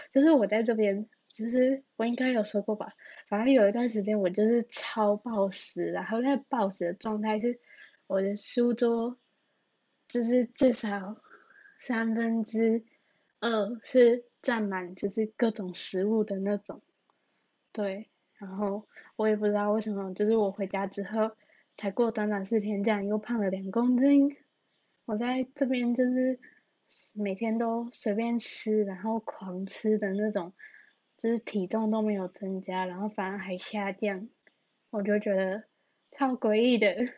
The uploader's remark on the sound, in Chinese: 錄音設備：AirPods(建議音量調高，速度調快)